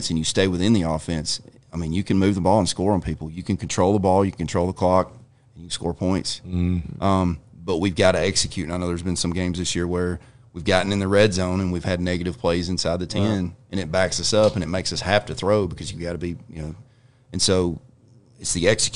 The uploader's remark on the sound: We're Live at Barrel House BBQ!